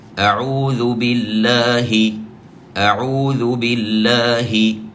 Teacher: ونحرص على أن لا نفخم لفظ الجلالة لأنها جاءت بصفة الجر فتكون مرققة